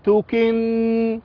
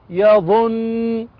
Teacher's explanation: نون حرف مشدد موقوف عليه بغن حركتين